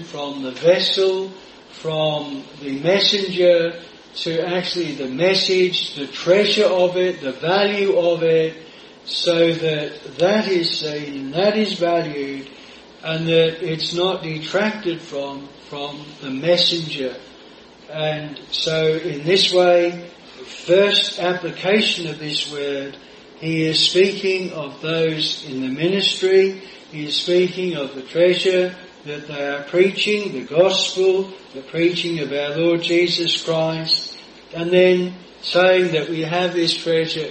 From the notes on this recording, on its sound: This sermon was preached at Jireh Chapel Attleborough.